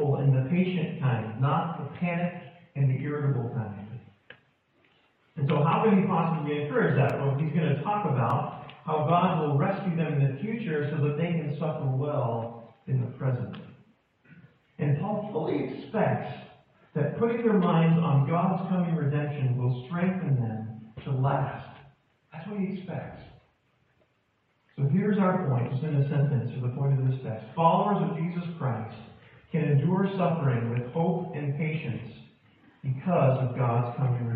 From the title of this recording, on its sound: poor audio